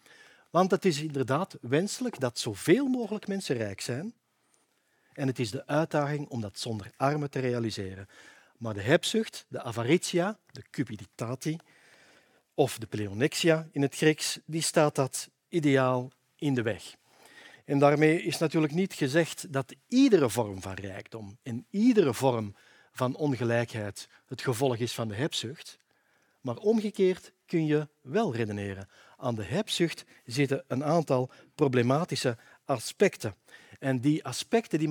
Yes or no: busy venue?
no